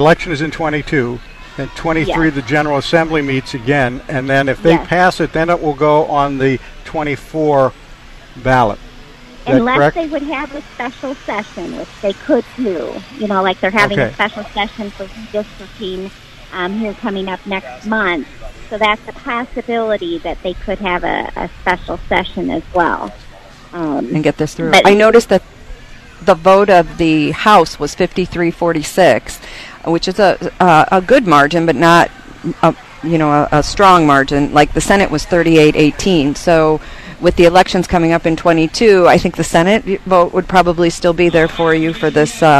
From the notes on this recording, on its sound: Live at the Iowa State Fair 2021.